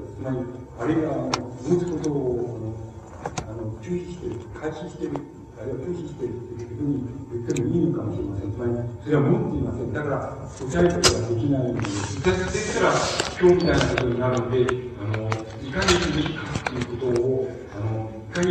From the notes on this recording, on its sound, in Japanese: 音質：２。主催：近代文学研究会（雑誌「城」の研究会）。場所：佐賀市民会館。近代文学研究会 例会 二百回記念講演会として行われた。ノイズが多く、ホールの残響音もあって 聞き取りづらい。